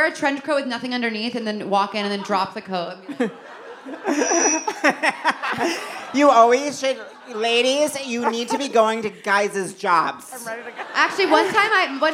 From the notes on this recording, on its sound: Live at the Netflix Is A Joke Fest. Seek Treatment Live. Live at the Netflix Is A Joke Fest.